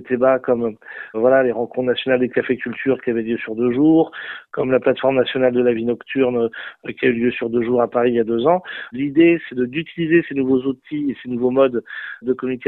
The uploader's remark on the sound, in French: nous avons joint par téléphone